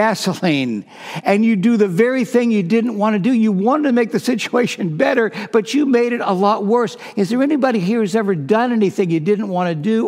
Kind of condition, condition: setting, large echoing room